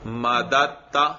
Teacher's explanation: تو مدد تا، دیکھو اس میں دال اور تا جمع ہو گئے، دوسرا جو دال ہے اور تا اکٹھے ہو گئے اور یہ قریب المخرج ہیں، تو دال کو تا کر کے تا میں اس کا ادغام کیا گیا